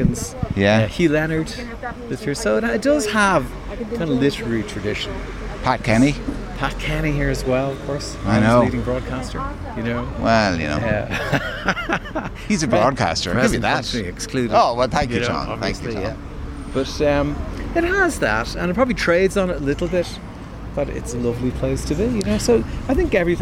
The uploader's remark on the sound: As part of Newstalk's Summer Tour, The Hard Shoulder was LIVE from the Queen's Bar in Dalkey.